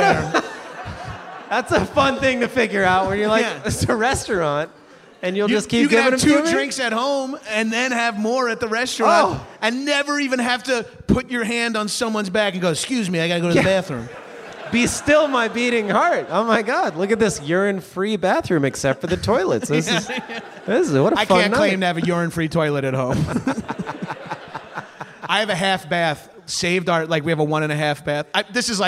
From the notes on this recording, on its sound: a LIVE taping of High & Mighty in Portland, Oregon